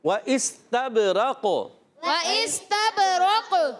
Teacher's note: قاف یہاں ساکن ہو رہا ہے، ساکن ہوگا تو قاف میں بھی قلقلہ ہوگا.